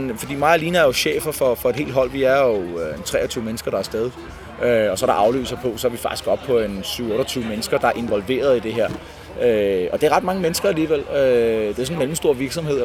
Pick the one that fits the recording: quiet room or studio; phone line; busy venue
busy venue